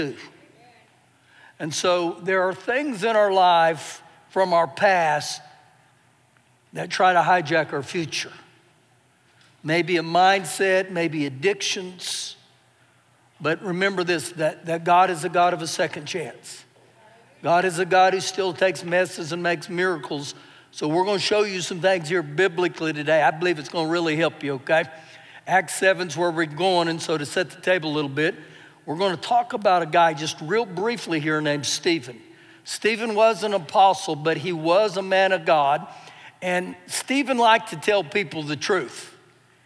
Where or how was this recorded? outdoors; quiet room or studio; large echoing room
large echoing room